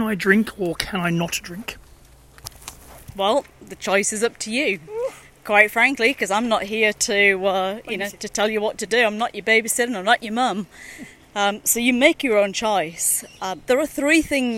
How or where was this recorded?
outdoors